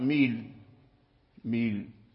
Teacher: فالإصفهاني نقل حركة الهمزة إلى اللام وحذف الهمزة في حال الوصل، بمعنى إذا وصل يعني الملء بالأرض، وإذا وقف كذلك على ملء يقرأ ميل، ميل يسكن اللام، ميل، هذا في الوقف.